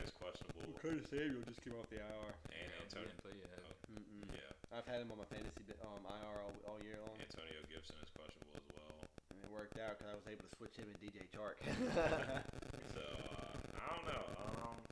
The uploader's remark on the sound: Headphone users beware! We recorded this during the Oklahoma and Texas game.